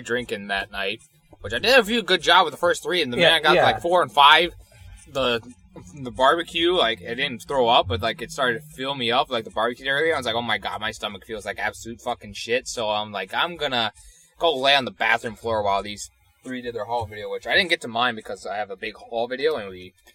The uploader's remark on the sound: We went a bit crazy with this one and recorded in person, inside a car... It would have came out a bit better if the laptop's crazy loud fan didnt kick on.